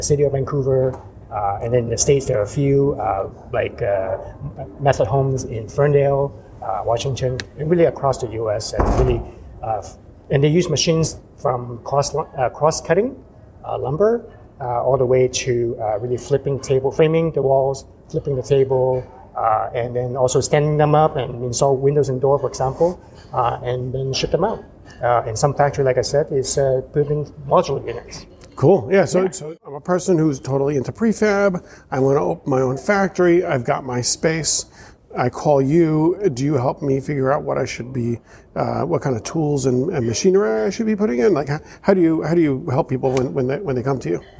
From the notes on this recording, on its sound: special bonus episode recorded at the Passive House Canada Conference